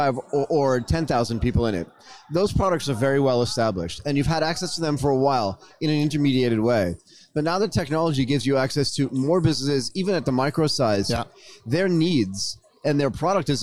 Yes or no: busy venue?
yes